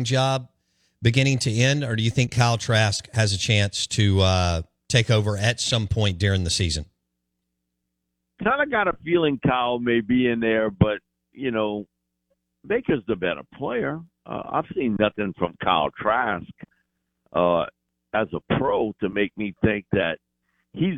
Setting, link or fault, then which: link, phone line